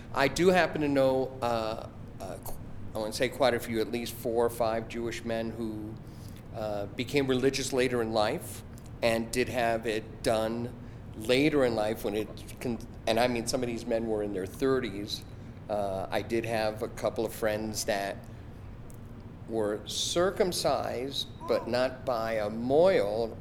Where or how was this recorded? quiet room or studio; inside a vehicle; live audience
live audience